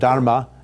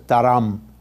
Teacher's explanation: they don't pronounce the final ah on syllables · Shown in: second take · like as, instead of dharma, it's dharam.